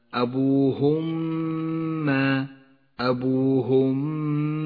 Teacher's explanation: الإدغام المتماثل في قوله تعالى أبوهما أبوهما، الميم الساكنة وبعدها ميم متحركة تدغمان ببعضهما فتصيران ميما واحدة مشددة لونت باللون الأخضر لأنها تحتاج إلى غنة زمنها حركتان.